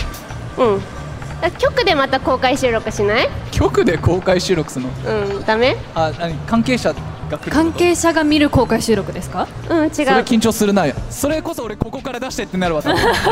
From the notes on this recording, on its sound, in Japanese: 公開収録。